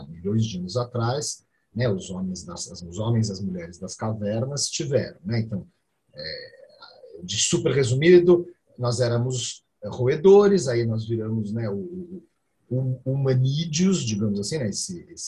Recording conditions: video call